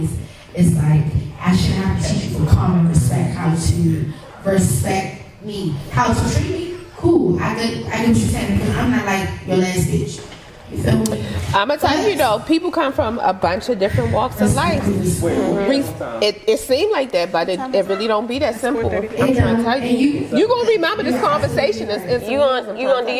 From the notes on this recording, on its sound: We back live from THE-O Oasis strip club in Baltimore, MD.